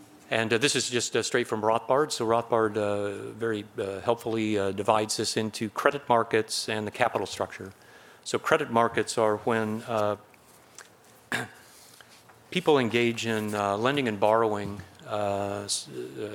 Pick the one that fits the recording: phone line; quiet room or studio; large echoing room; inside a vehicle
large echoing room